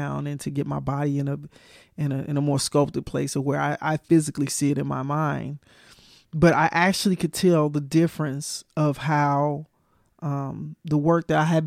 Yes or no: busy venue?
no